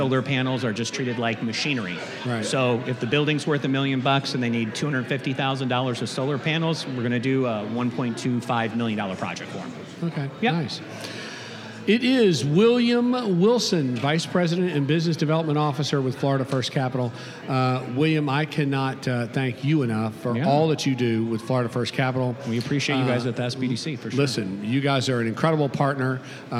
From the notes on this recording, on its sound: We're coming to you live from the Florida Association of Government Guaranteed Lenders conference. Recorded live at this year’s FLAGGL Small Business Lender’s Conference hosted at The JW Marriott Orlando, Grande Lakes.